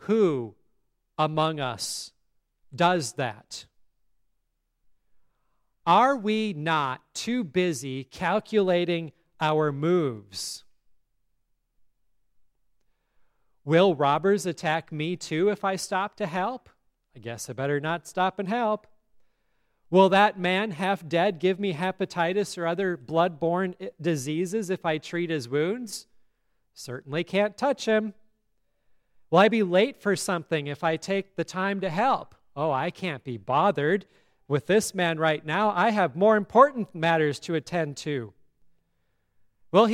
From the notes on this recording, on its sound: at Grace Lutheran Church, Lexington, MO